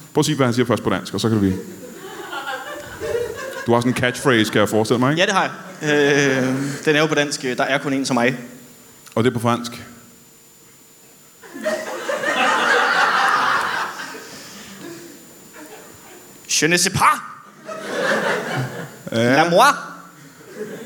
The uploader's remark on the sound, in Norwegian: LIVE fra Comedy Zoo